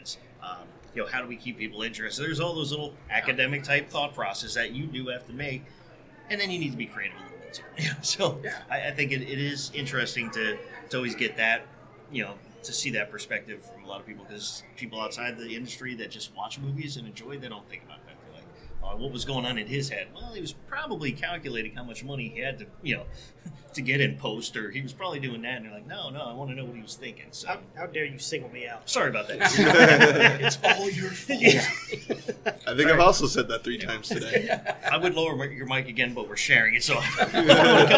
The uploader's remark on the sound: Interview's we conducted at the Sunscreen Film Festival in St. Petersburg, FL!!